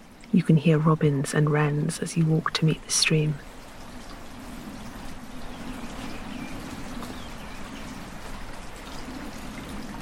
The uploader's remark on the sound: Wandering along an ancient holloway in the Brecon Beacons. In this episode, ramble along an ancient track through a steeply banked holloway down into a wild valley. Enjoy the sounds of robins, song thrushes and wrens above the babble of a mountain stream.